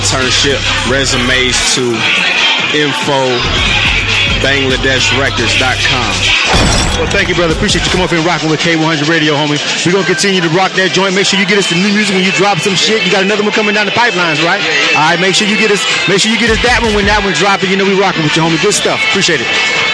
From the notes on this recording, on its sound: We was live at Makin' It Magazines monthly networking event "Music Monday's" in Atlanta